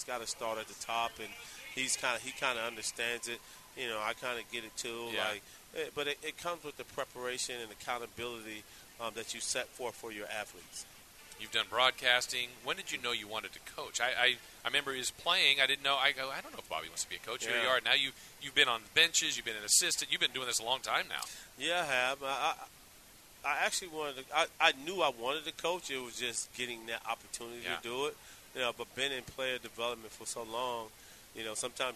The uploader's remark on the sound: we caught up with him at the half